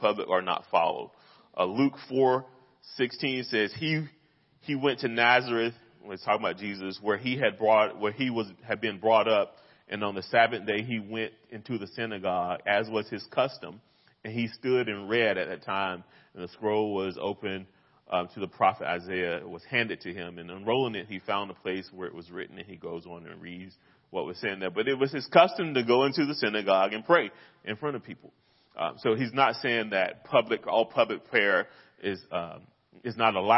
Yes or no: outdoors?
no